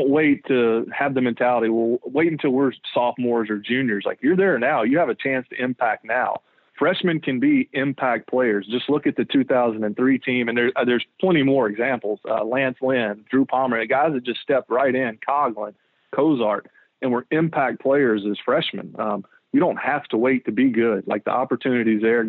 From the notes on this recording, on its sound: Joins on the Modern Woodmen phone line (17:00).